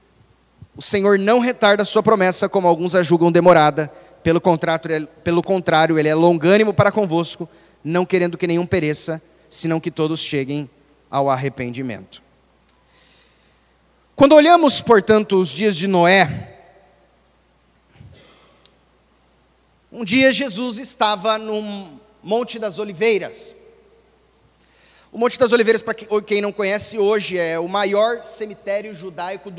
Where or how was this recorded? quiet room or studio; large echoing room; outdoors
large echoing room